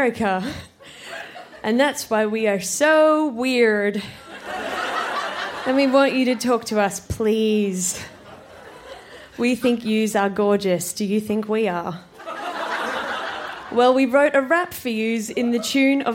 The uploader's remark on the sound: Recorded live at the Woodford Folk Festival.